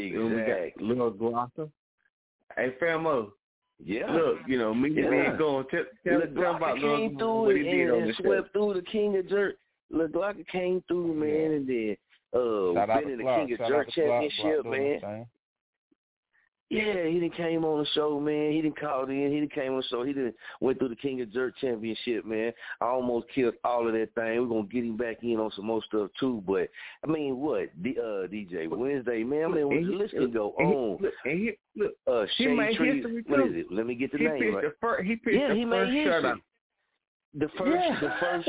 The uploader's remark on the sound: Tonight we have few guest callers calling in and will be speaking with us.